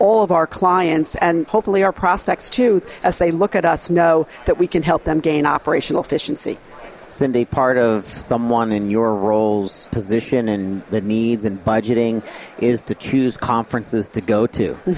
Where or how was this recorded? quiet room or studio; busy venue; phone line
busy venue